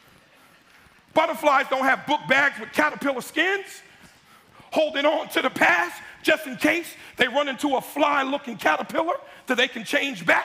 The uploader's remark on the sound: was originally preached in East Falls, Philadelphia on June 18, 2023